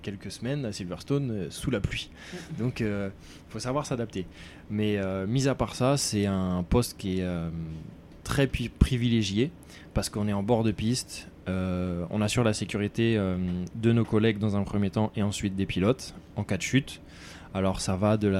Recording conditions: busy venue